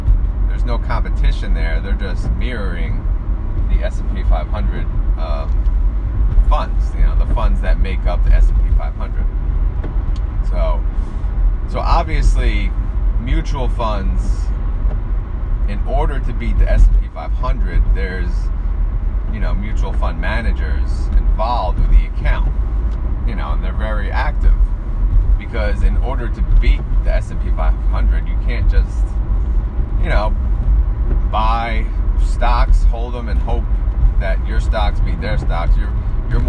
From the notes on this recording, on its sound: Kind of loud background noise.